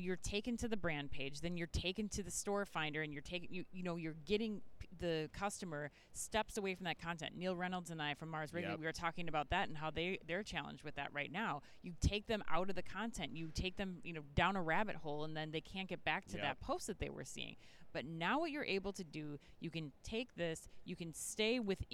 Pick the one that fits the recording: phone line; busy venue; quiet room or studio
busy venue